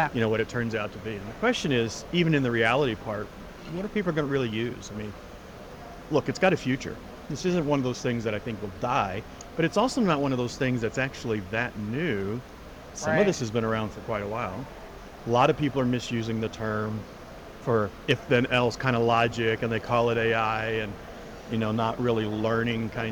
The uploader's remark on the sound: live from the 2023 CHIME Fall Forum